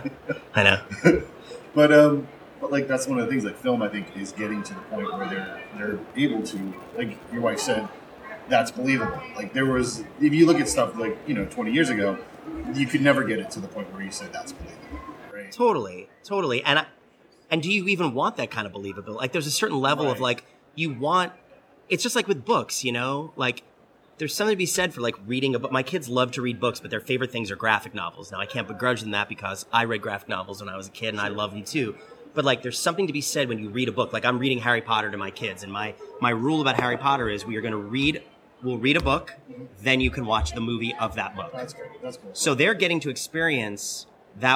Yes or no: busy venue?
yes